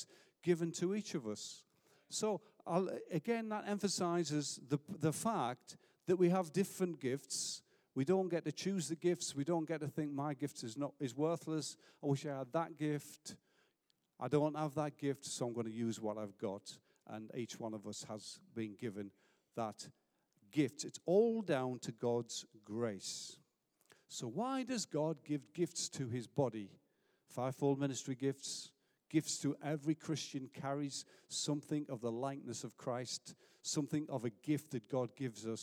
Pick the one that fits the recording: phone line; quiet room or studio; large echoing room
large echoing room